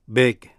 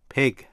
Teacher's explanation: Sau đây về phần tập phát âm, đôi khi ta có xu hướng đọc b thay cho âm p, âm b tắc âm hai môi voiced và âm p tắc âm hai môi âm điếc voiceless